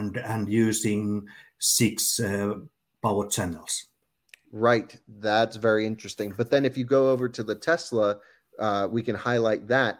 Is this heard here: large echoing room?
no